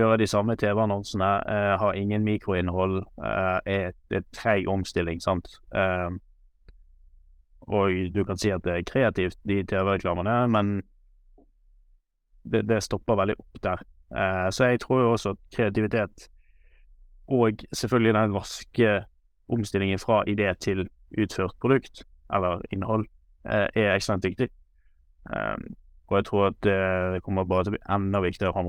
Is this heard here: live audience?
no